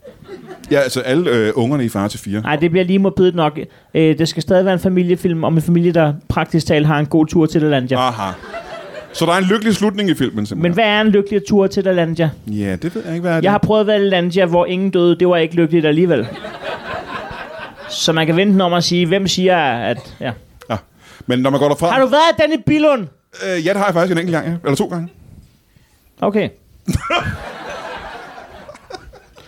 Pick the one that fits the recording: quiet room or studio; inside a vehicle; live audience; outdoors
live audience